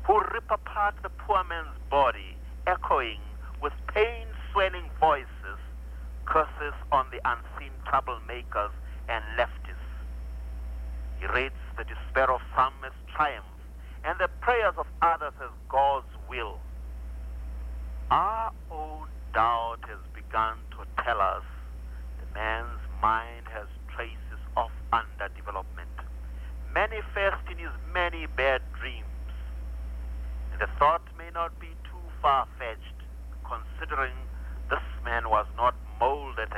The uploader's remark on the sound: Phone Interview. Via telephone.